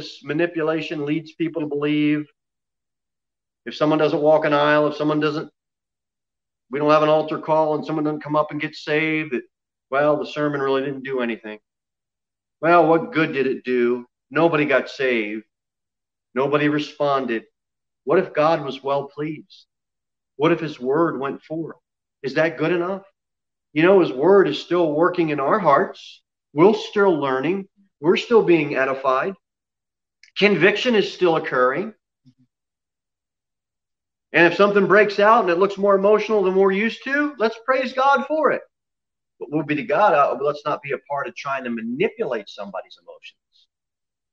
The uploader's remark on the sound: Sermon preached at Pilgrim Baptist Church on Sunday, February 28, 2021 at 6:15 pm. Jere Whitson Rd.